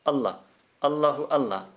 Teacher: And the second time we say Ism Jalal, there's a jazm, a stop, a glottal stop at the end, a pause